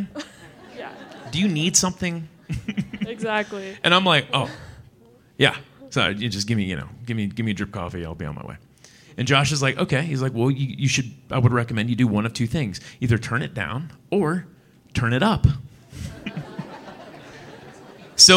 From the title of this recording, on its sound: Live from Salt Lake City